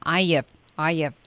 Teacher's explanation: 轻轻的把这个小 v 浊化成一个轻化的 f 读出来